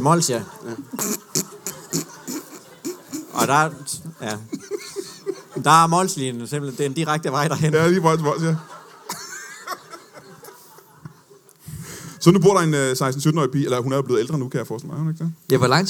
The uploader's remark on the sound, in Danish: LIVE fra Comedy Zoo Aarhus